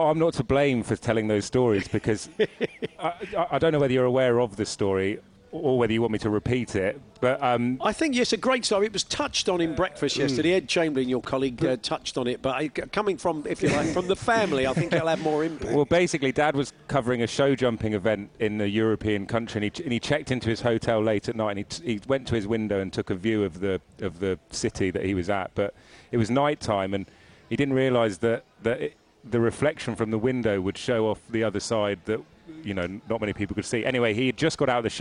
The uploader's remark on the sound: live again from Cheltenham racecourse for the second day of the Cheltenham Festival!